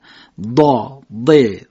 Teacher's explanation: بسم الله خب، اما حرف ضاد رو دقت بکنید که با وجود اینکه صفت شدت نداره، ولی برای اینکه با حرف ضا اشتباه نشه، حرف ضا هم شدت نداره، تلفظ خاص و ویژه‌ای داره حرف ضاد. یک مقدار دقیقاً به شکل انفجاری با یک کمی شدت اداش میکنن. ضا، ض، دو، حرف ضاد دقت داشتید که گفتیم حرفی است بین دال و لام ولی درشت ادا میشه.